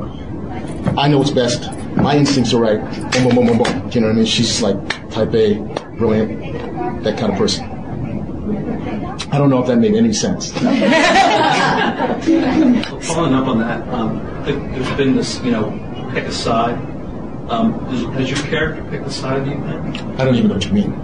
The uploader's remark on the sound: From New York Comic Con in 2009 , I attended a press conference